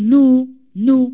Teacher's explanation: نو مضمومة إذا أشبع صارت واو · Term: المد الطبيعي